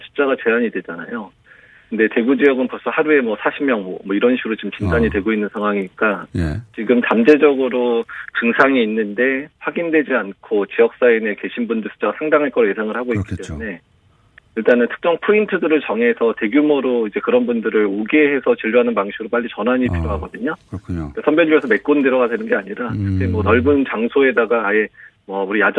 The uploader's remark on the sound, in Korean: 전화연결